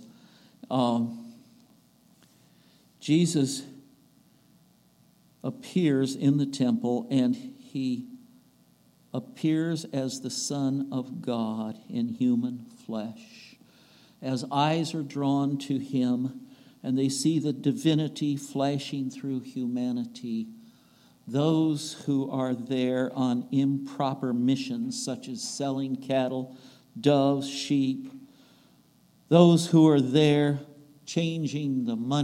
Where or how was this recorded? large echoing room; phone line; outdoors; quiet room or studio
large echoing room